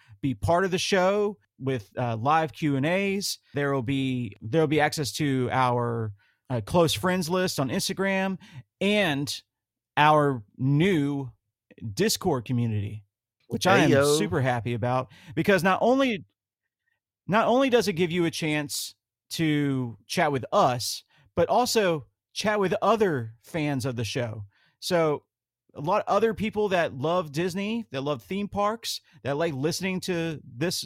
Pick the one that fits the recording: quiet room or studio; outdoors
quiet room or studio